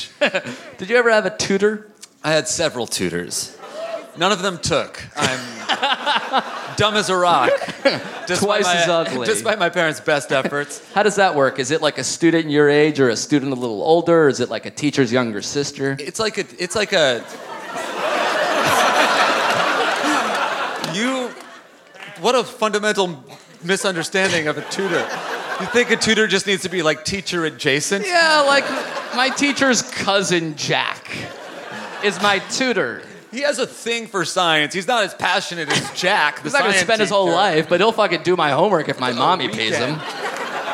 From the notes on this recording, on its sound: Live at the Gramercy Theatre in NYC!